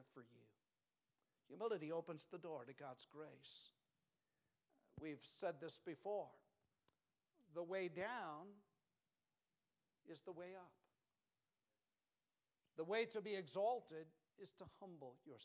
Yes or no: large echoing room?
yes